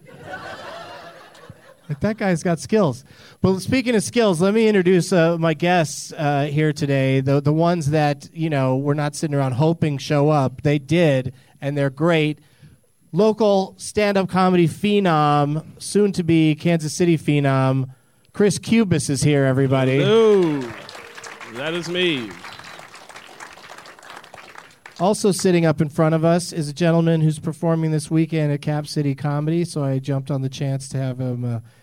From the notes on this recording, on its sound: Live from Fantastic Fest in Austin, TX